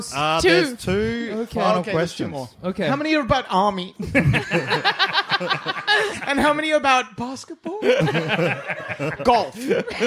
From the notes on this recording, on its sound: Was recorded live in Melbourne at the Retreat Hotel in Brunswick.